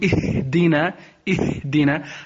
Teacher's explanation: هذا الهاء رخوة، معناه ينفتحوا الوترين الصوتيين بحيث أن يمر الصوت بمرونة